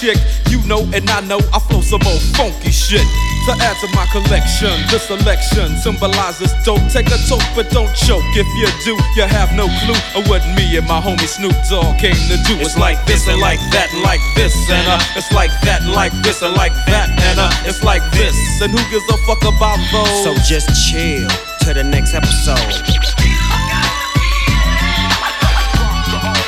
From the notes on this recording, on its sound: 'Eastside Night' recorded at Candy Shop, Paris 23-03-17.